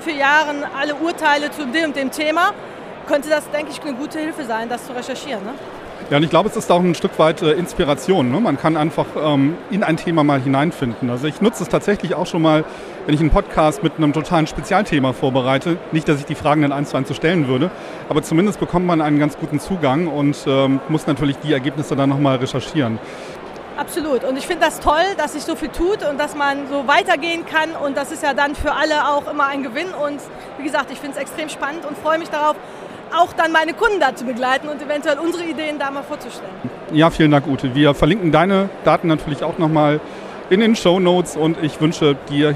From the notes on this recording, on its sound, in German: Live von der StB EXPO in Köln. Heute machen wir gemeinsam mit Euch mal einen kleinen Ausflug nach Köln und schauen uns auf der StB EXPO um.